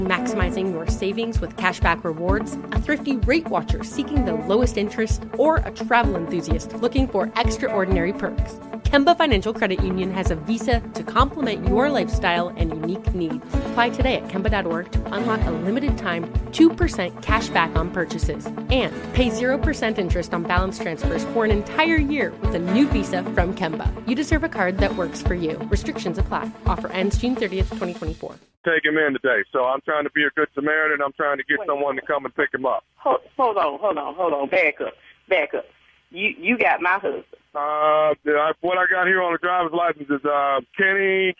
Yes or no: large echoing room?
no